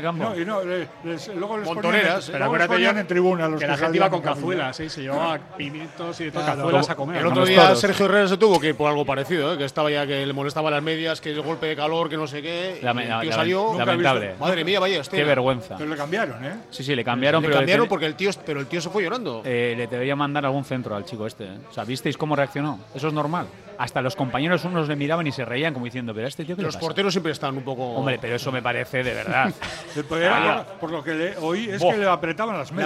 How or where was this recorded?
busy venue